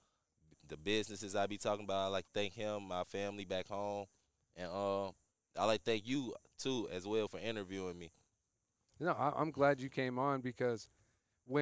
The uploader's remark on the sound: We are live on location at the Friday Night Lights Youth Football Camp, hosted by KDP Athletics.